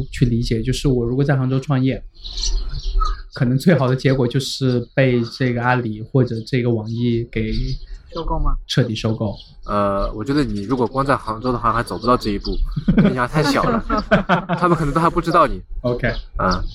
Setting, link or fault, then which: setting, outdoors